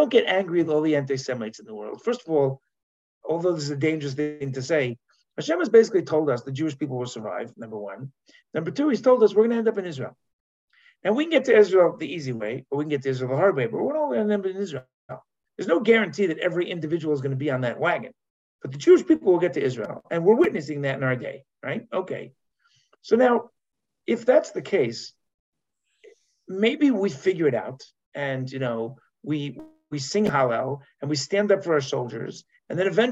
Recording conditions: video call